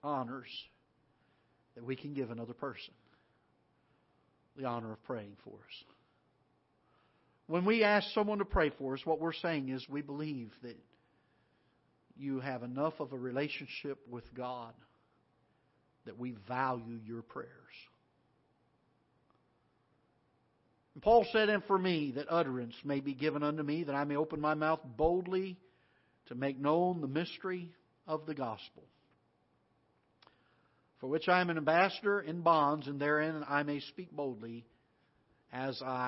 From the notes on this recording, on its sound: live broadcast from the auditorium of Ketha Heights Baptist Church in Festus, Missouri